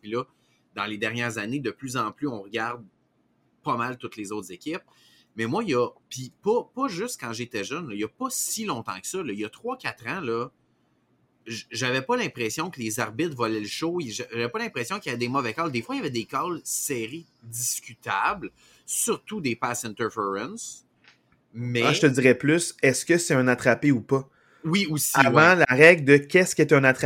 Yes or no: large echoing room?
no